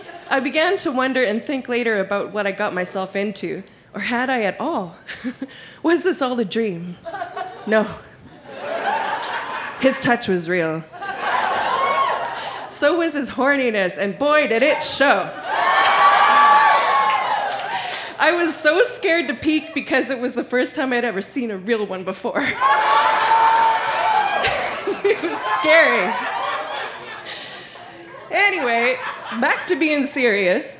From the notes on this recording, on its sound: Recorded live at the Black Knight Pub in Yellowknife, NWT.